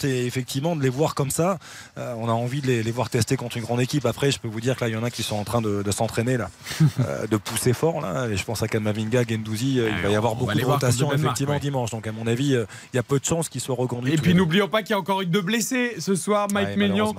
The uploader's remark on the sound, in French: en direct du Stade de France